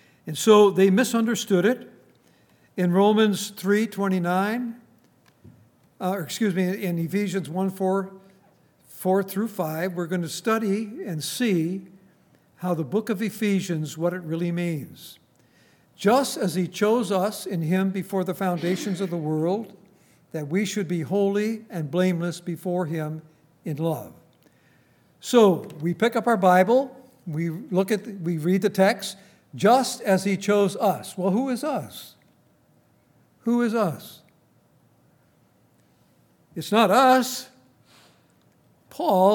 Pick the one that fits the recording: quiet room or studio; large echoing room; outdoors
large echoing room